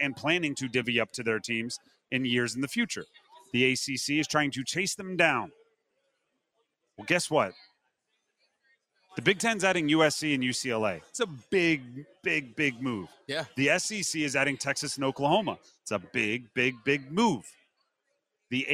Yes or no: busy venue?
yes